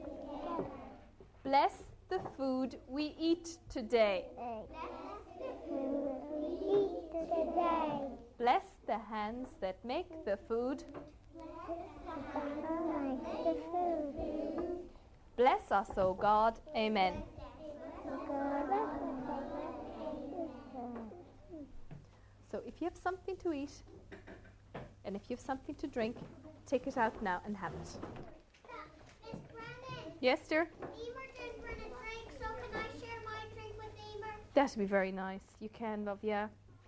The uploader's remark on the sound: Wore a microphone on his jumper to capture the sounds (yes, including crying) inside a Junior Infants' classroom.